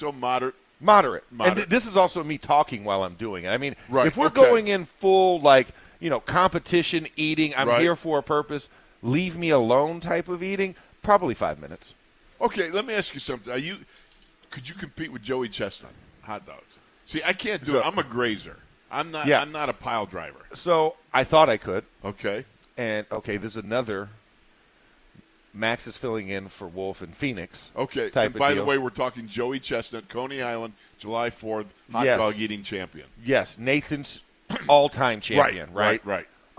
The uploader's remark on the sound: In the Locker Room Live from Steelers Training Camp Day 6. Are live from the second day of full pads.